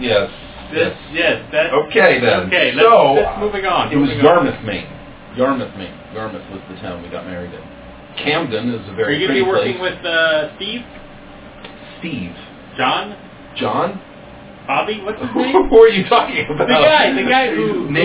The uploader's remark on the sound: We screwed up the sound quality (worse than in the first eight episodes).